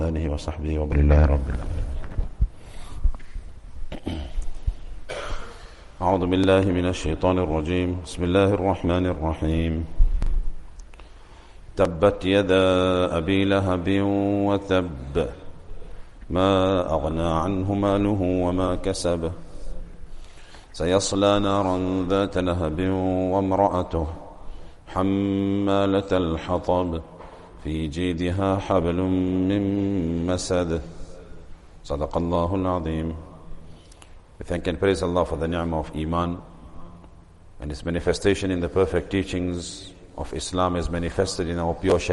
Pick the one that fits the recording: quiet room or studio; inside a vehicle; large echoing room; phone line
large echoing room